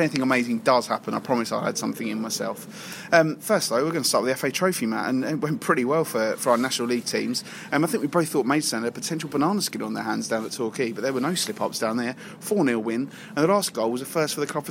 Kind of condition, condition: setting, busy venue